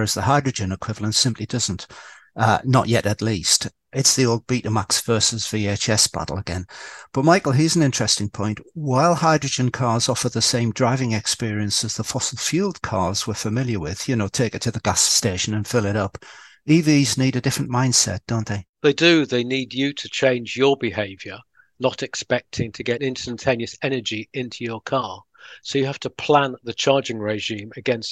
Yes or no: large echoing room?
no